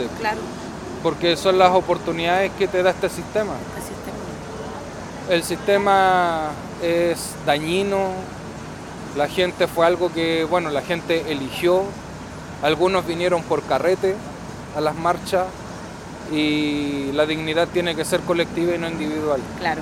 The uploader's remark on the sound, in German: Este son las entrevistas originales que grabamos el día 5 de septiembre 2022, el día después del rechazo de la propuesta por una nueva constitución, en la plaza dignidad en Santiago de Chile. Originalaufnahmen der Stimmen von der Plaza Dignidad in Santiago de Chile.